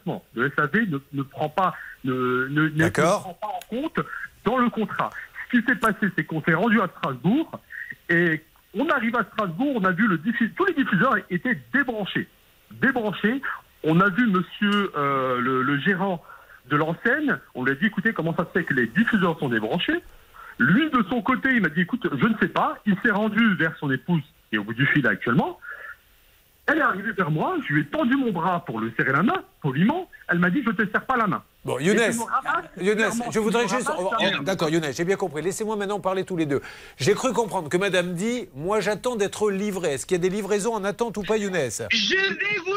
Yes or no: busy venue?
no